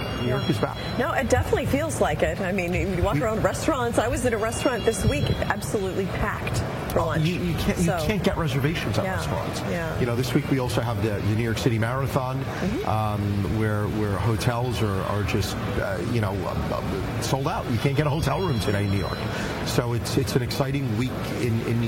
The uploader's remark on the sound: live on the street today